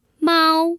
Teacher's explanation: That animal is a first tone 猫 and is the word for cat.